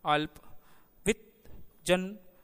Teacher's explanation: यद्यपि सामान्यतः आदि मात्रा का उल्लेख नहीं मिलता, किंतु व्यावहारिक रूप में आदि मात्रा पर्याप्त रूप में पाई जाती है। उदाहरणार्थ अल्प, वित्त, जन आदि शब्दों में ल, त, न का उच्चारण आधा ही होता है।